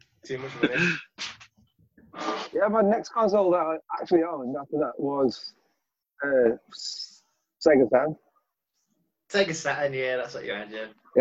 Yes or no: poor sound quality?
yes